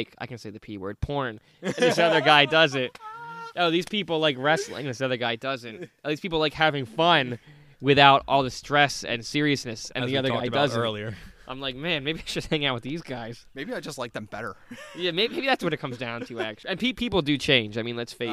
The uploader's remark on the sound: The guys are outside for the first time!